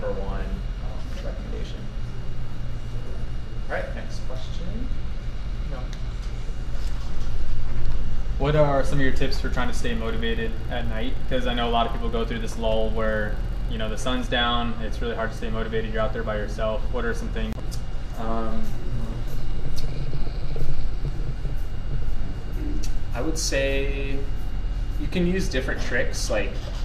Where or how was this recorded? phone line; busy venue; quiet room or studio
busy venue